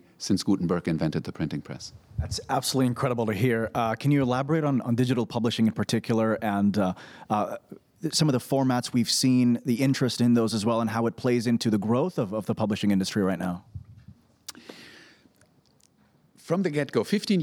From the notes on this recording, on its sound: Live from SIBF 2022.